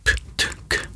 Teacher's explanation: konsonanter, typen p, t, k, de som har det der pustet bak